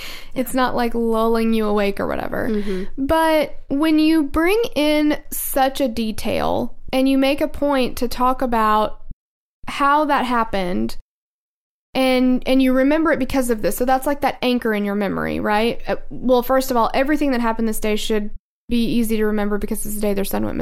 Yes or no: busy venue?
no